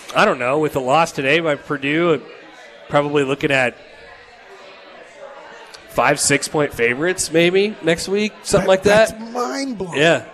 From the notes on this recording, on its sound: Live from Upside Bar and Lounge (27th & Pine Lake)